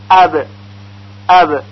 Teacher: در تلفظ این پنج حرف البته در حال سکون میبینیم مخرج مخصوص حرف تکان شدیدی میخوره، مثلا در تلفظ تا، تا ساکن، زبان دفعتن به سقف دهان خورده و کنده میشه اپا اپا، یا در تلفظ حرف با ساکن لبها یک دفعه به هم میخوره و کنده میشه · Term: قلقله